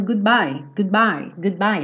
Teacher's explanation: Quando eu tô indo com a língua no céu da boca pra fazer o D, good... Meu lábio já fechou para fazer o bye